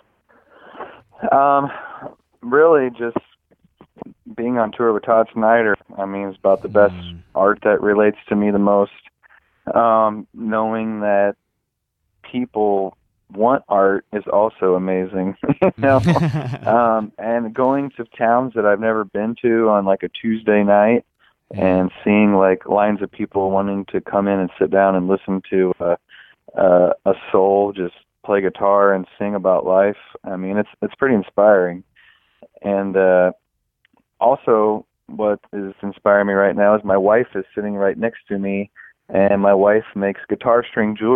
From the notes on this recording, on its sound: We caught up